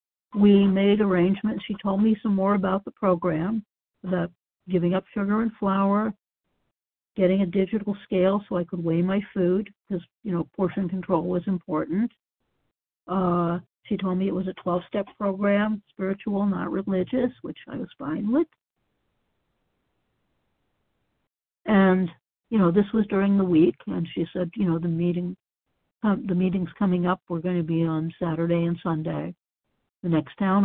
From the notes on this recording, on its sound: from the 100 Pounders Phone Meeting